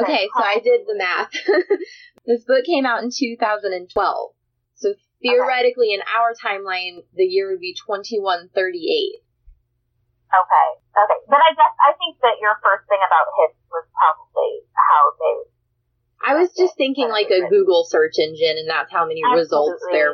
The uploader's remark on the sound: What this episode lacks in audio quality it makes up for in content!